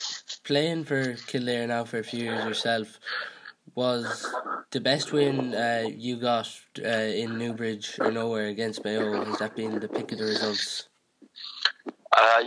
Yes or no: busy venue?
no